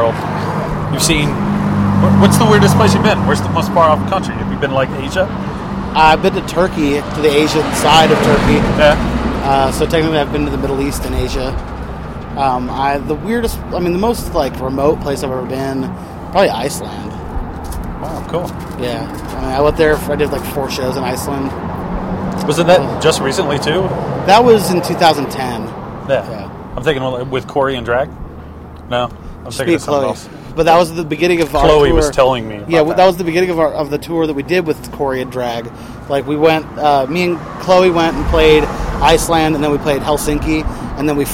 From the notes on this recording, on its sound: Outside the Lion's Lair in Denver, Colorado. BONUS LIVE TRACKS.